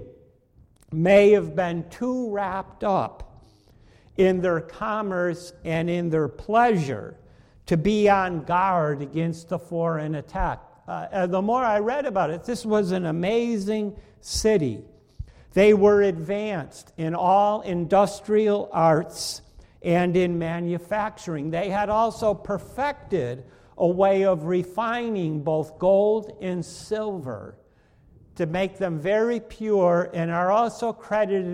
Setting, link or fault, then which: setting, large echoing room